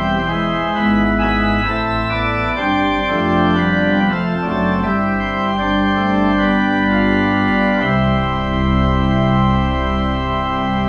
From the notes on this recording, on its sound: The Sunday service audio from September 12th, 2021